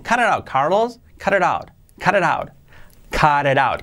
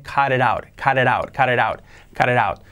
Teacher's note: Las T's, como R suave debido a la influencia de la vocal siguiente